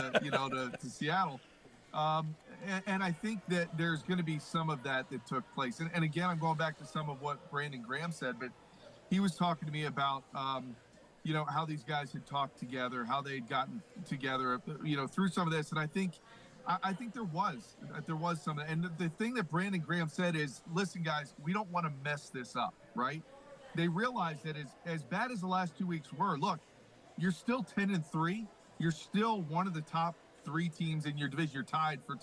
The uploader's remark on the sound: Sunday The Locker Room broadcasts Live from the Tropicana in AC. Broadcast Live from the Caesars Sports Book inside the Tropicana in AC.